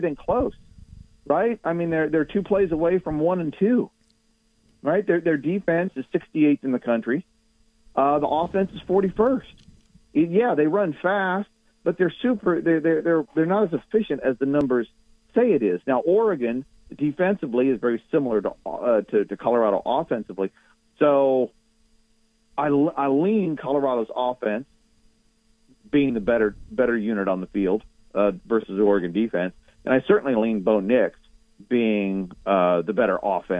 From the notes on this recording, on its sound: Joins the show on the Farm Bureau guest line talking about the biggest storylines in week 4 of college football live in the BankPlus Studio.